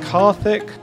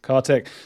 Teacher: I'm going to go with TH, with the tongue between my teeth · Shown in: first take